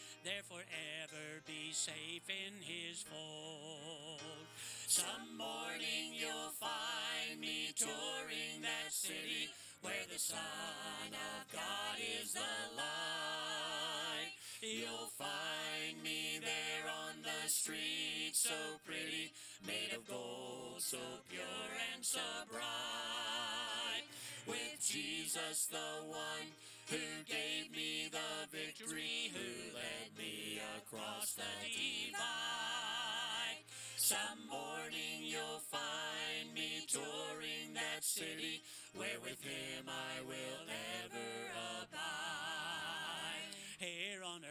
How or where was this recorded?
large echoing room